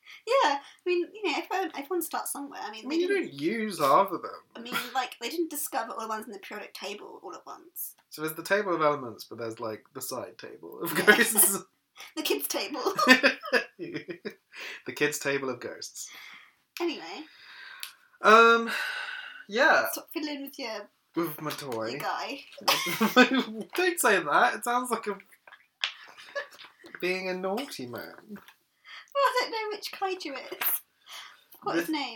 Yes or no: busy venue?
no